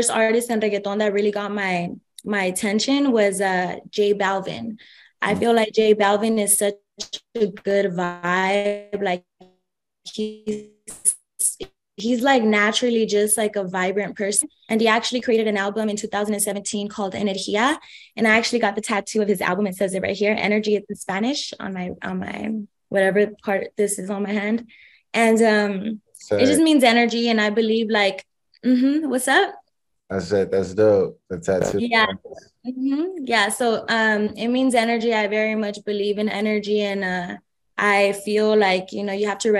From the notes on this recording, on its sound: full zoom interview